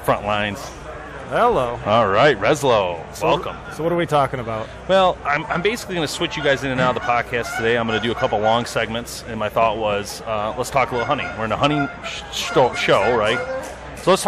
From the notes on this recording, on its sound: LIVE From Woods N Water Outdoor Weekend Show. Part 1 of the woods N water Outdoors weekend in Imlay City Michigan comes LIVE. The guys broadcast live from the weekend event.